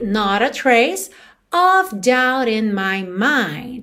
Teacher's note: Of, O-F, você já sabe que esse F sempre vai ter som de V, ok?